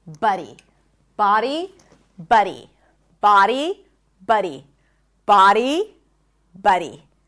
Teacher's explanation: This is buddy, buddy, This is a cup sound. A cup sound, also known as the stressed schwa. This is the schwa that we talked about, but a cup is always stressed.